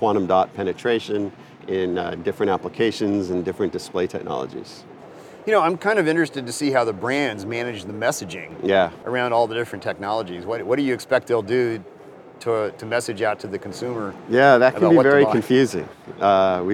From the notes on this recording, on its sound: The new technologies shown at SID Display Week 2022 right from the show floor.